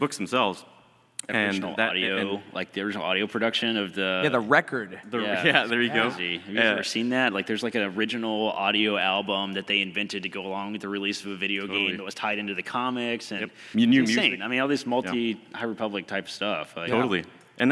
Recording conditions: live audience